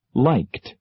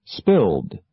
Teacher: The past tense endings of regular verbs can be pronounced t, liked, d, spilled, id.Wanted.